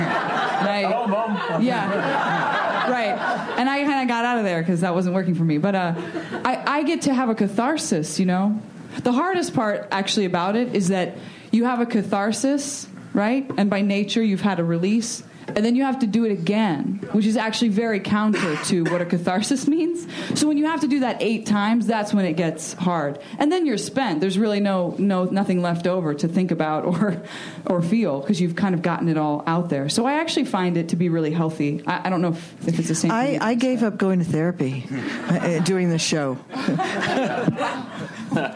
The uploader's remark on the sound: Recorded June 7, 2015 at ATX Television Festival.